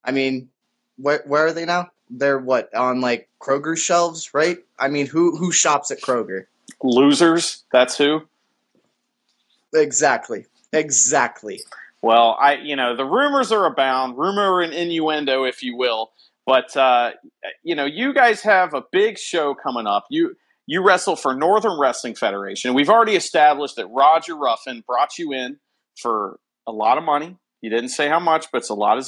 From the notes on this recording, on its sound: It was recorded on FB Live.